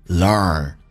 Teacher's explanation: 重度卷舌，整个舌身往回卷